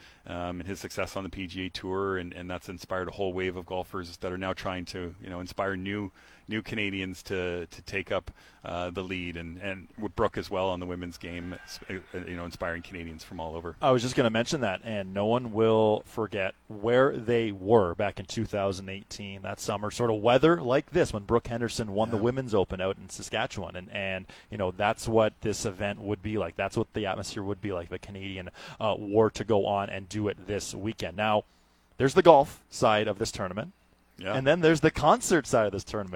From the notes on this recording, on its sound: Today, we are live from the Rink Hole during the 2nd round of the RBC Canadian Open!